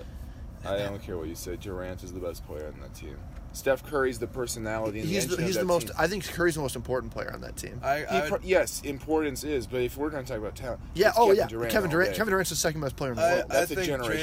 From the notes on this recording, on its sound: LIVE from Weaver Lake. Hits the record button on a boat in the middle of Weaver Lake.